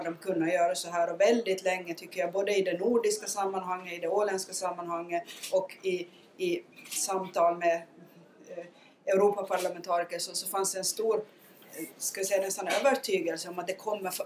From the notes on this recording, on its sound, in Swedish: UI i Almedalen. Vi ber om ursäkt för sämre ljudkvalitet då rätt teknik inte fanns tillgänglig. Seminariet anordnades i samarbete med Hanaholmen och Ålands landskapsregering.